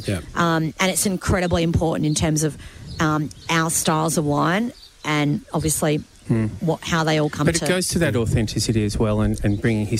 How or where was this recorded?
busy venue